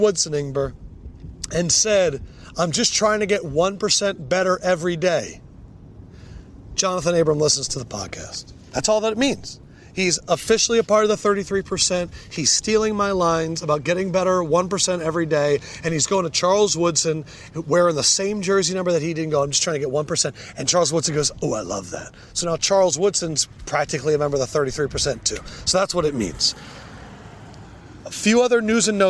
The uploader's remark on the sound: LIVE at Rams Camp.